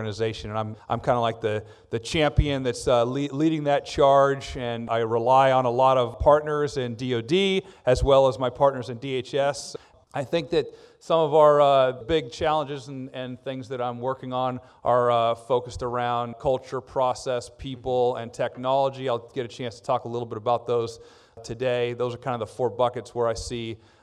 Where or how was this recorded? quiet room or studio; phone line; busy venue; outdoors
busy venue